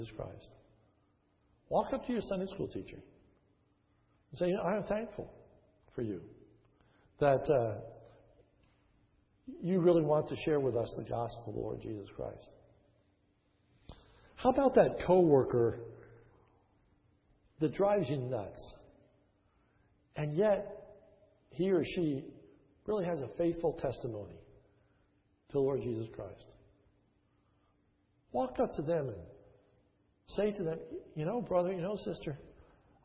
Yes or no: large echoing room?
yes